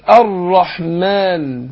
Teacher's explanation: الميم مرققة وبعدين برقق الالف تبعا ايه ليها